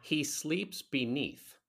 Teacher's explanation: Again, four syllables, but the stressed syllables are sleeps and eath. And on those, I am doing a long E sound.